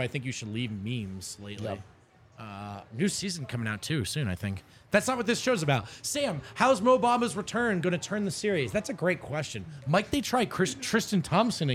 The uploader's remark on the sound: LIVE from the DNVR Bar.